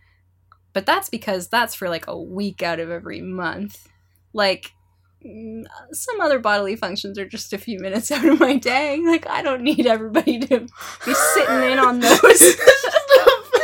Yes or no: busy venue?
no